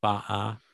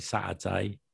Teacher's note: You have like these glottal stops.